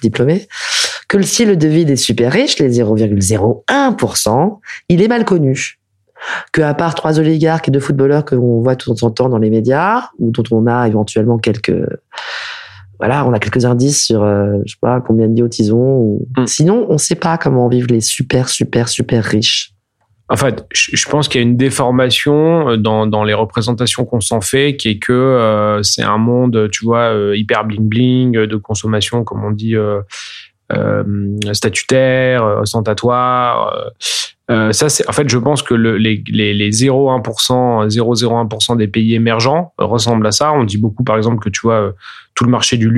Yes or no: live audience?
no